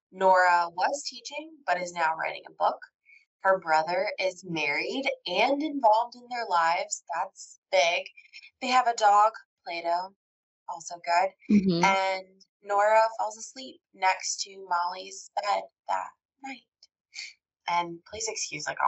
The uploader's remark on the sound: We made a terrible error in the recording of this episode, and the audio is less than stellar. You'll notice there are sections we have re-recorded for the sake of your ears, but we didn't re-record the whole thing.